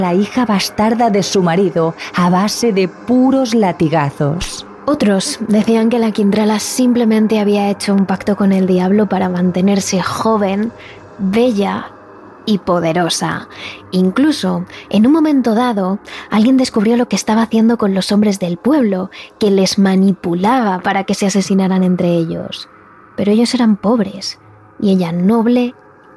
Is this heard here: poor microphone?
no